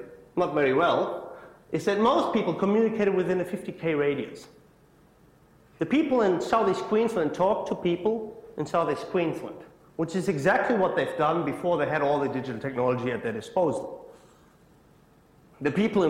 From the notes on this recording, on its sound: IFE Lecture, recorded 1 September 2017 at QUT.